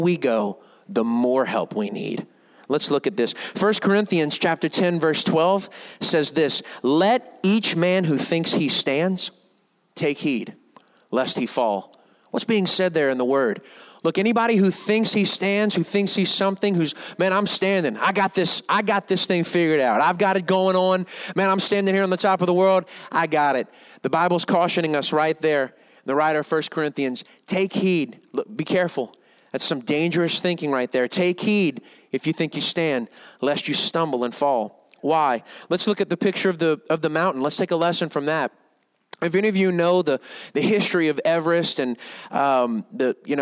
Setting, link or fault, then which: setting, large echoing room